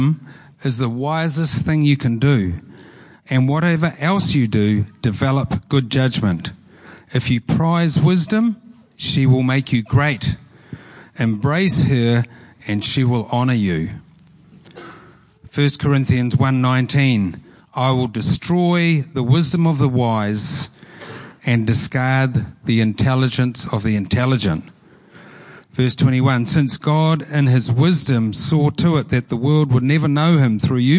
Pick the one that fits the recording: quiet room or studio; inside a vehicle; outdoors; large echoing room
large echoing room